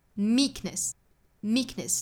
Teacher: 还要注意这两个词的 k 的后面不要拖出来元音